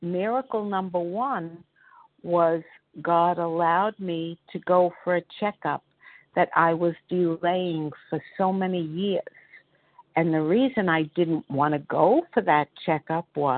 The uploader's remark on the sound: 100 Pounders Phone Meeting